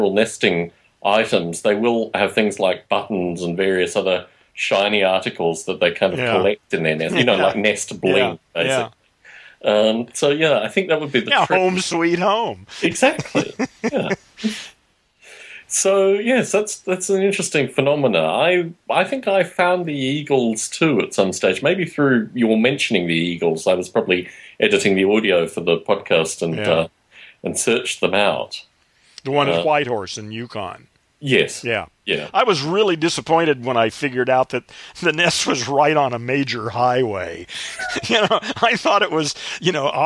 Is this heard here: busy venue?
no